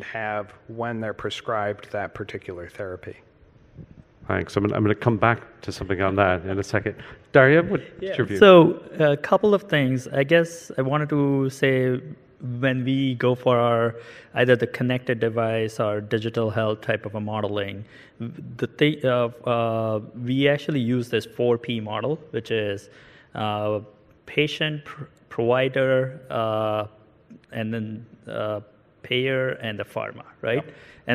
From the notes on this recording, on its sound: First recorded at the 2019 PODD: Partnership Opportunities in Drug Delivery conference. A panel of Connected Health leaders in the industry provide their views.